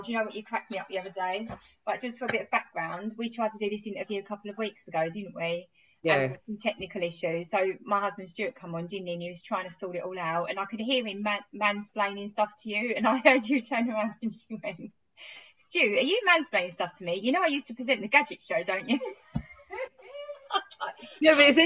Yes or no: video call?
yes